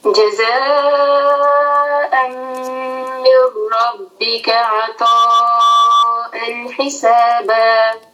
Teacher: عطاء یہ بھی مد متصل ہے اس کو چار حرکت لمبا کریں گے · جزاء اور من ربک یہاں ادغام ہے بغیر غنہ کا تو یہاں نون کا ساؤنڈ بالکل نہیں ادا کریں گے ڈائریکٹ میم کو را کے ساتھ کنیکٹ کریں گے